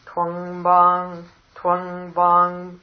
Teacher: the first one is a nasalized anuswara